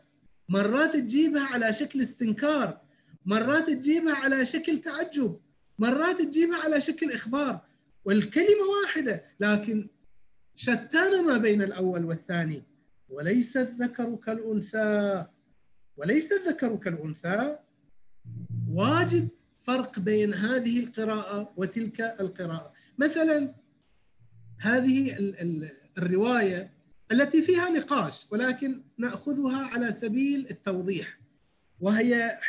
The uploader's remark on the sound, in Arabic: و يتم تسجيلها كل ليلة أربعاء على برنامج الزوم